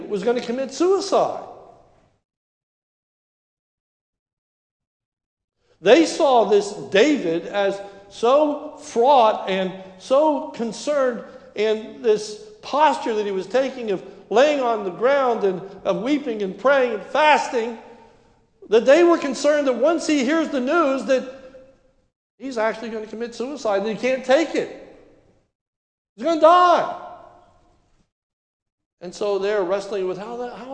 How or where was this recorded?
large echoing room